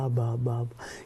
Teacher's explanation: La A como la primera vocal y la B, esa bilabial, que es apenas un balbuceo